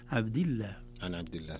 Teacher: وفخم اللام من اسم الله عن فتح أو ضم